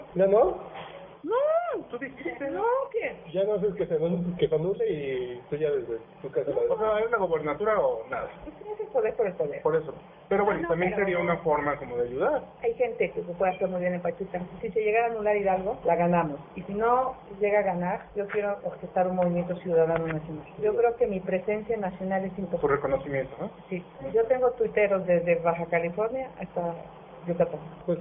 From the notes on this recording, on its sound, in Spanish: Grabado en 2010 (Low-fi). Grabado en Low-Fi.